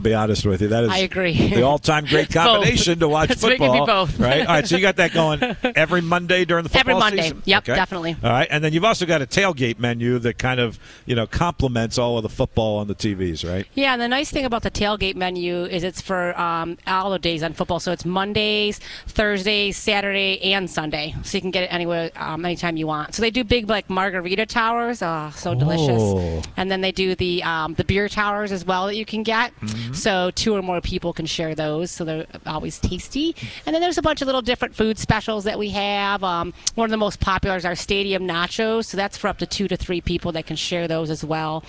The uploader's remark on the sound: broadcasts live from Uptown Alley Richmond